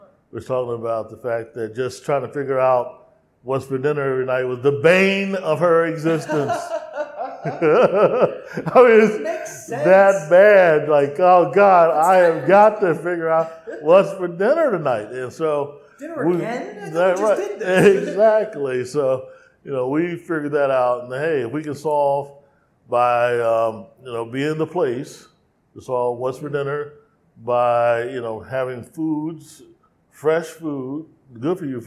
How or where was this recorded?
busy venue